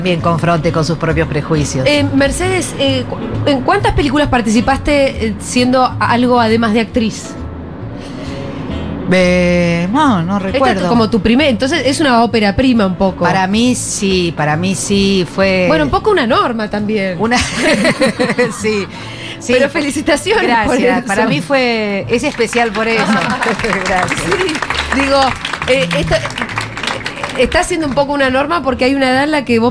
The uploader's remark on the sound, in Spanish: Segurola en vivo en Yunta Bar by Futurock FM.